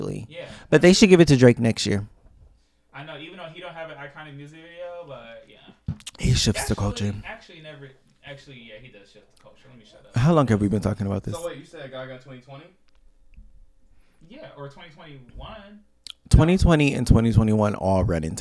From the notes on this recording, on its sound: DISCLAIMER WE HAD STUDIO ISSUES. When you come to the fallout there is always technical difficulties.